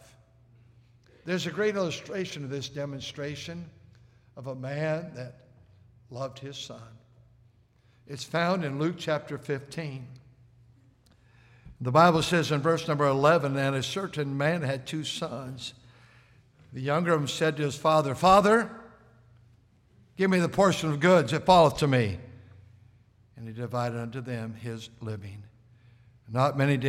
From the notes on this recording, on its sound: at North Valley Baptist Church in Santa Clara, California, during the Wednesday Evening service